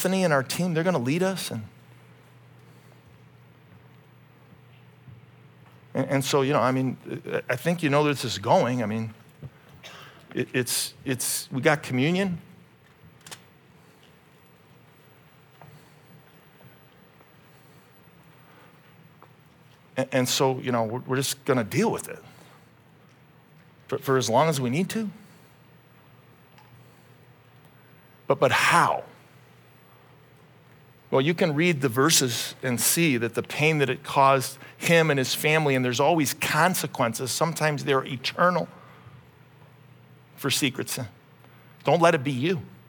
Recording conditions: live audience